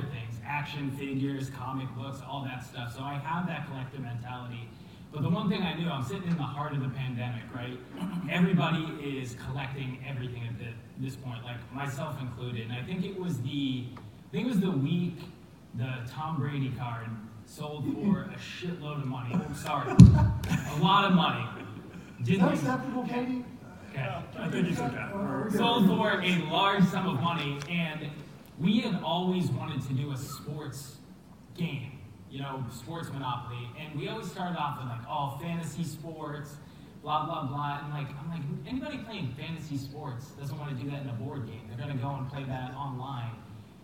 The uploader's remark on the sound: broadcasts live from the Mint Collective at the MGM Grand in Las Vegas